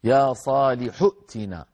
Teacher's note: وقالوا يا صالح ائتنا، يا صالح ائتنا، هذه ائتنا اجتمع في أولها عند البدء بها، يعني في الوصل ما في إشكال، يا صالح ائتنا، في الوصل همزة الوصل في فعل ائتنا تسقط في درج الكلام، فنقول يا صالح ائتنا، من الحاء المضمومة في كلمة صالح ننتقل مباشرة إلى الهمزة الساكنة في الفعل ائتنا